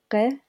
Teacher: one of the most difficult sounds in the language is a voiced velar fricative. So it's like that like gulpy G sound in the back of your neck.